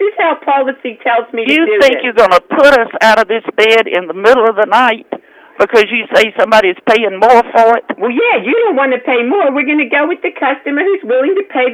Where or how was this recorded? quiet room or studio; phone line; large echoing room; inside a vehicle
phone line